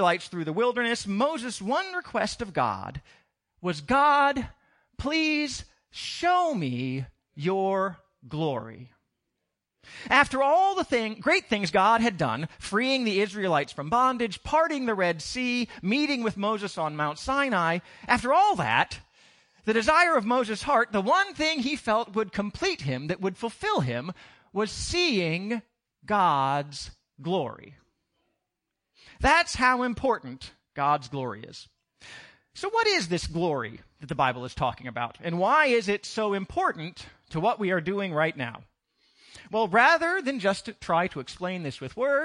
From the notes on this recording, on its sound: At the 08:30am Service.